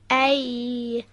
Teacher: از بین وسط زبان و سقف دهان به صورت سایشی و نازک به تلفظ در میاد و تارهای صوتی رو هم به ارتعاش در میاره